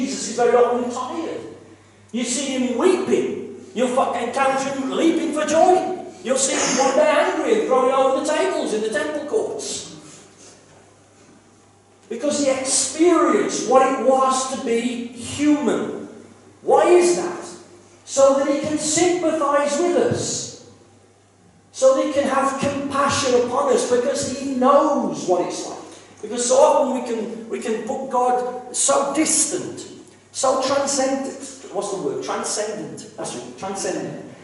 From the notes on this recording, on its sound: KCC's morning service. Please note that this is a live recording and at times the audio quality may suffer due to external circumstances.